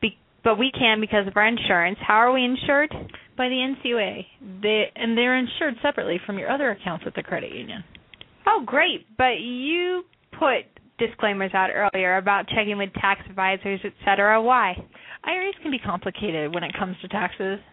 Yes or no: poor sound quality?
no